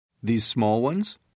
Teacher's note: Listen to how rising intonation is used to ask for clarification.